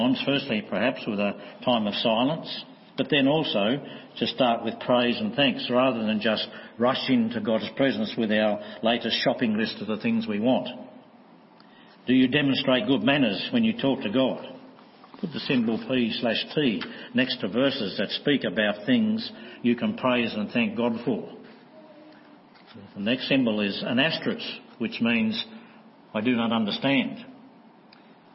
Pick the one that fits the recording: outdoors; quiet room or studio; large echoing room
large echoing room